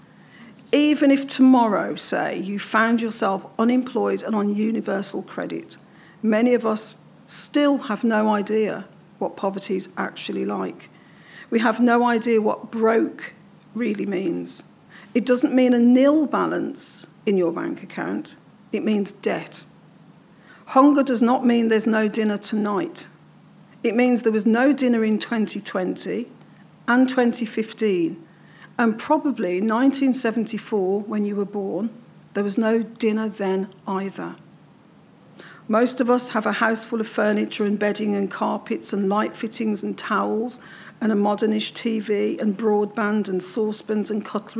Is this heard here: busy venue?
yes